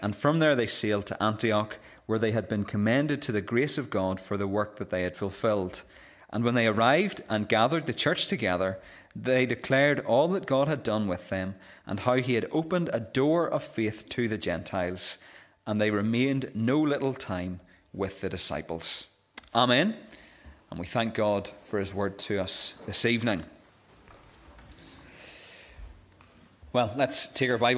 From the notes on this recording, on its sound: This is the recording of the Bible reading and sermon from our evening service on Sunday 29th October 2023. This service marked the close of our Missionary Weekend.